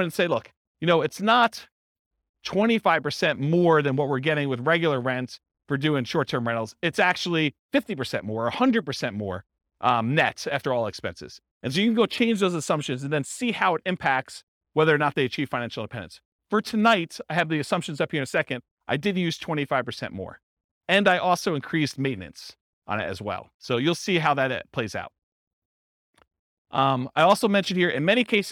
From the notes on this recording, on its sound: This was a live class recorded.